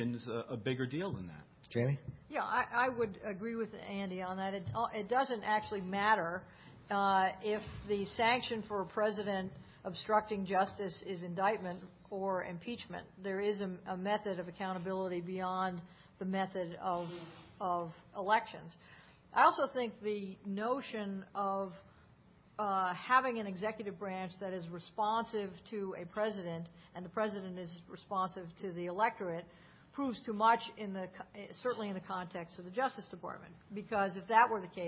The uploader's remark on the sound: The Federalist Society's Criminal Law Practice Group presented this panel discussion at the 2007 Annual National Lawyers Convention on November 15, 2006.